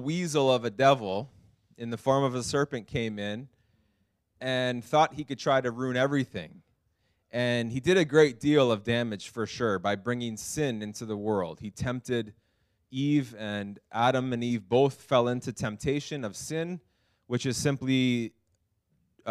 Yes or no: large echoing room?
yes